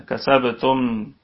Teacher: والميم في رابع درجات الغنة لأنها ساكنة، كسبتم. وأيضا فيها صفة البينية، فهي بين الشدة والرخاوة من حروف لين عمر.